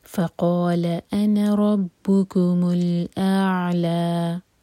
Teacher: ربکم میں جو میم ساکن ہے اس پر دومہ لگا کر آگے کنیکٹ کیا گیا ہے · Term: التقاء الساکنین